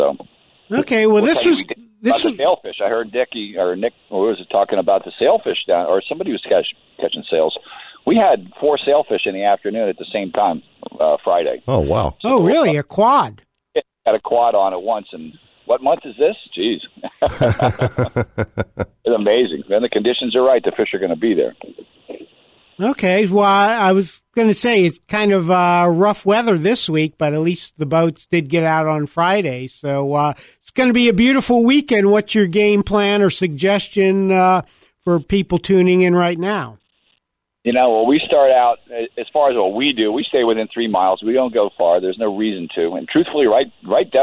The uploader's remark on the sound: we get a surprise call